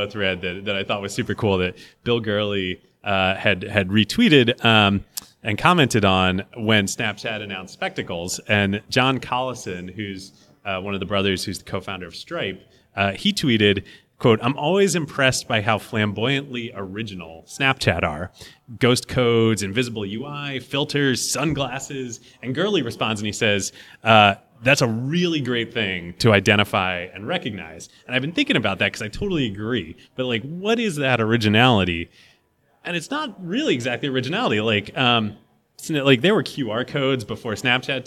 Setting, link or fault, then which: setting, live audience